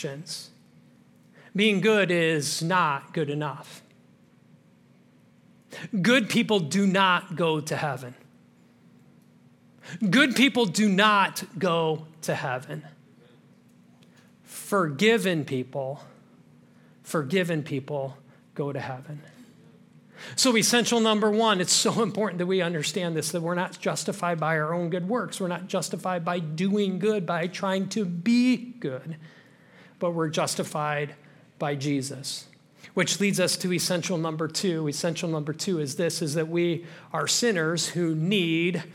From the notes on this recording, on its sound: This message was originally preached at Highpoint Church on Sunday, October 1, 2023